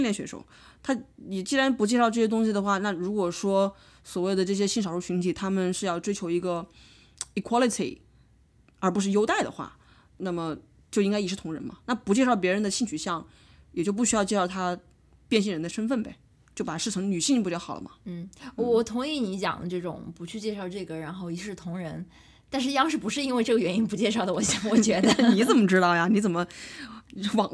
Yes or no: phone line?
no